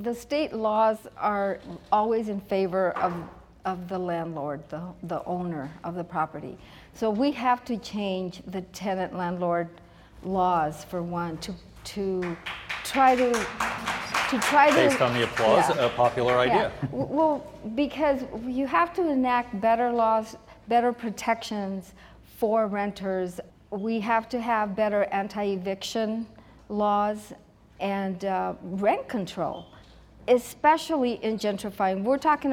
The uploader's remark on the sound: a live community discussion